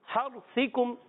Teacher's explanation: را ساکن سے پہلے زبر آ رہا ہے را کو پر کریں گے را کو پور کریں گے یعنی موٹا کر کے پڑھیں گے